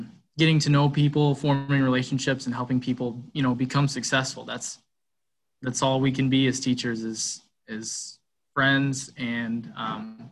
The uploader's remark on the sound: zoom interview